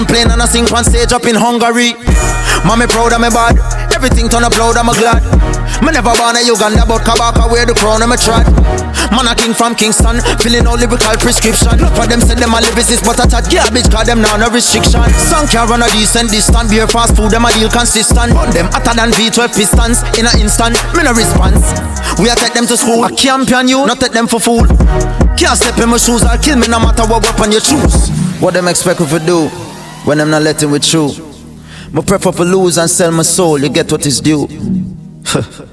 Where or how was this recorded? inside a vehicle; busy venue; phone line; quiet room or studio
busy venue